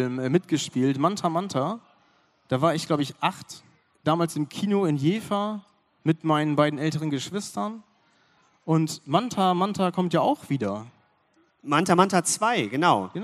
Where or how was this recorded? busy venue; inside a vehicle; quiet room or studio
busy venue